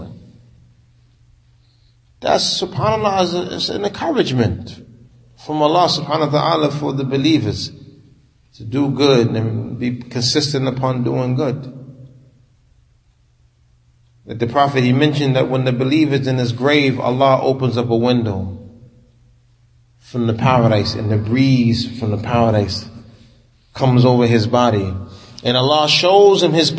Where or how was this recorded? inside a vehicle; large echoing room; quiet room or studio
large echoing room